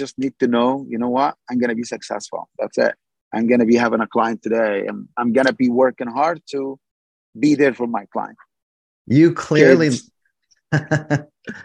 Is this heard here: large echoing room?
no